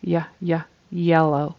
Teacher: it needs to start with a Y sound, where your tongue goes all the way in the back, but doesn't really touch anything